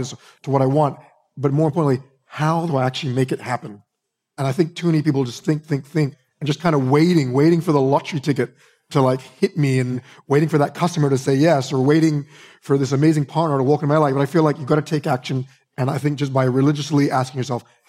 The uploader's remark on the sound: Live from A-Fest Bali's stage